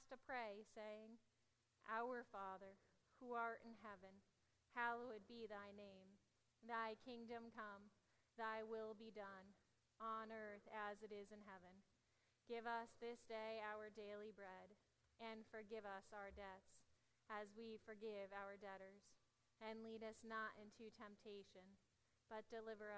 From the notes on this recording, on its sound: Audio from 9am service.